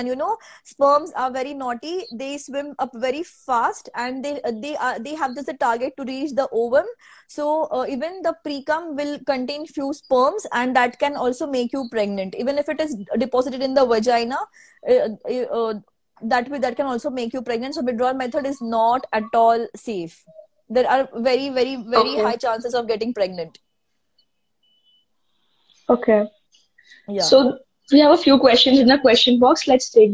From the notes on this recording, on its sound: an audio version of our Instagram live session